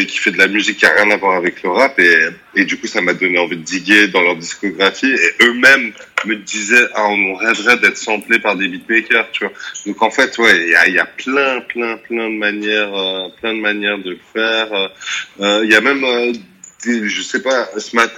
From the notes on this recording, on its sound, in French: du coup on a contacté par téléphone